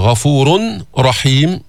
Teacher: والله غفور رحيم، هون إدغام بلا غنة، غفور رحيم، فدخل التنوين الراء فصار النطق براء مشددة